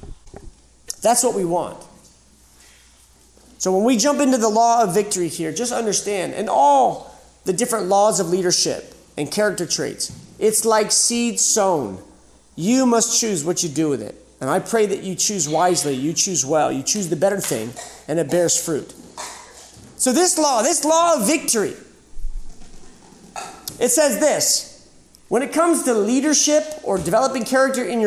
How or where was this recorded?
live audience